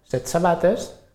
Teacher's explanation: quan una sibilant alveolar precedeix una altra sibilant, es produeix una dissimilació